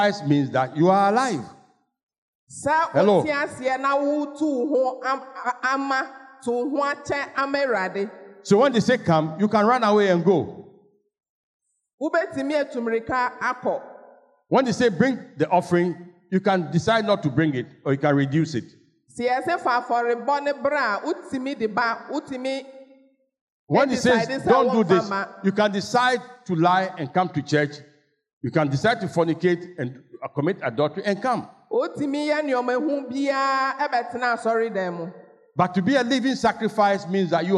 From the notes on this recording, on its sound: Sermon preached at CBC Shiashie Campus